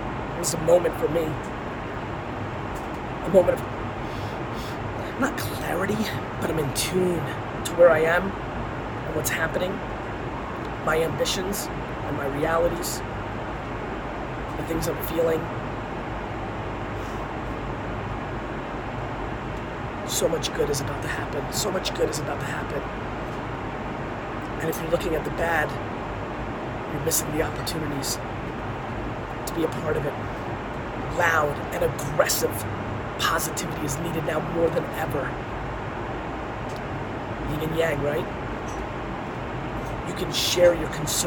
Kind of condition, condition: fault, phone or laptop microphone